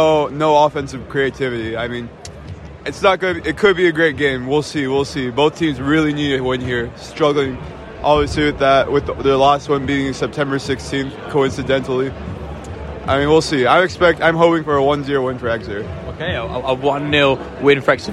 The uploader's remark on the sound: Live commentary from a tense SJP.